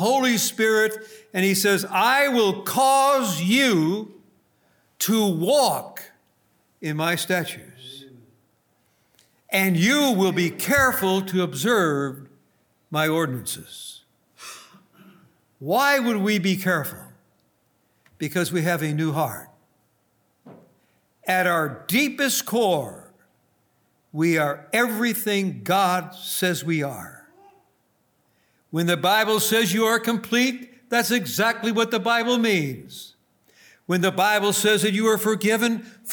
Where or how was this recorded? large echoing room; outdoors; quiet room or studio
large echoing room